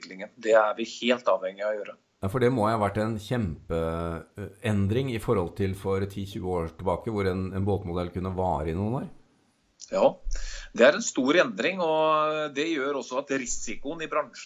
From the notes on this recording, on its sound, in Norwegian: I ukens podcast har vi tatt en Skype-prat